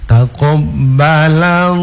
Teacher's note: lam yang pertama sebelum lam pada kata Allah itu tipis